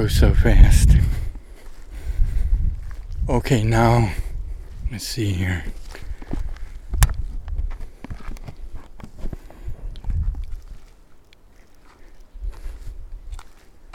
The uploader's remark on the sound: Trek in the South Wallowa wilderness. ASPEN GROVE where the field recording was made, part of a massive Sudden Aspen Decline (SAD) in Northeast OREGON.